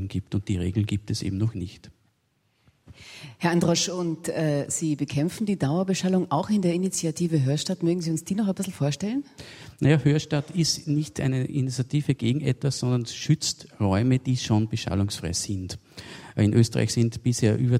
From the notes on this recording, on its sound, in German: Live aus dem Schloss Gottesaue in Karlsruhe